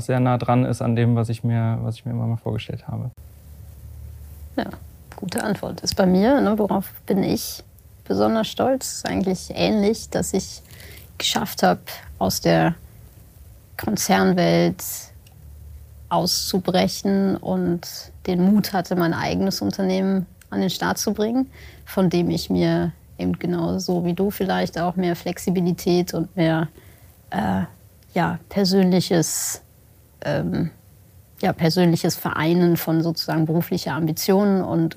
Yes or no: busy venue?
no